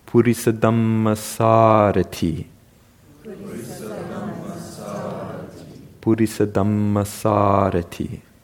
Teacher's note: if there is a stress accent, it's there on that second to last syllable